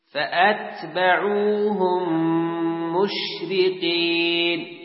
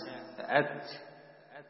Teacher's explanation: إثبات الهمزة على الألف وتسكين التاء مع الهمس